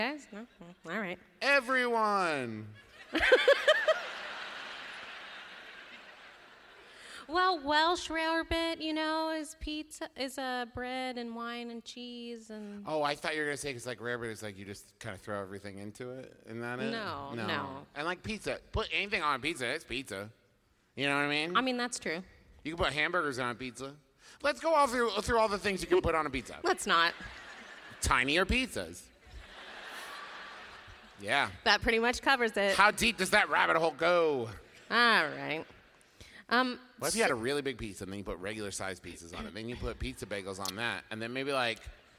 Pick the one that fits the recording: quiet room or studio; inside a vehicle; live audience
live audience